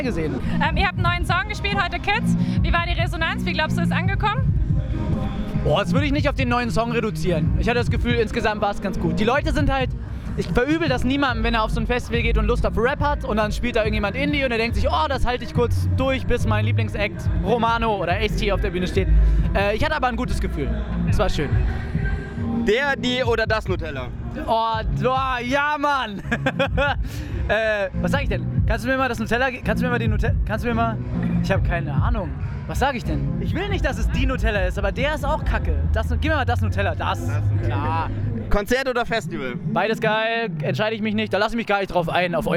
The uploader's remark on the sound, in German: Die Störfunksredation war live vor Ort auf dem Oben Ohne Festival in München.